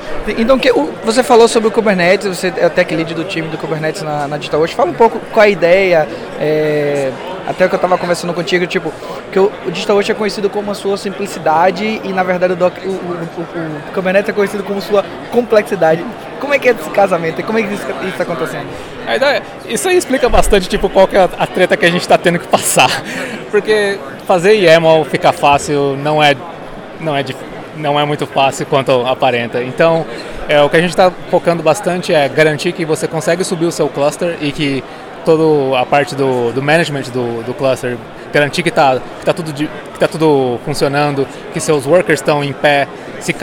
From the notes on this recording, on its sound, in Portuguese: Saõ Francisco – USA, para participar da maior conferência sobre Docker do mundo! Gravado no meio da efervescência do evento.